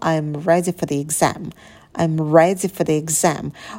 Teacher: Ударные слова ready, exam. И обратите внимание, у нас exam начинается с гласной, значит, артикль читается через и.